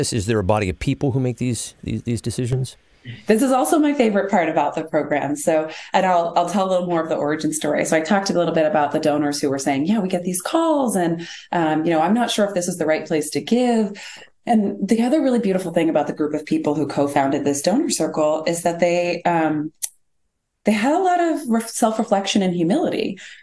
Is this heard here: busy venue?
no